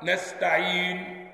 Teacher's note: بعد ما نطقت الحرف مباشرة بيجي الإشمام اللي هو ضم الشفتين